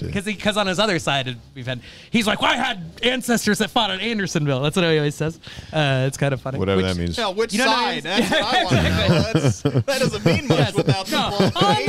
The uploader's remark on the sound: Live show at the Yacht Club.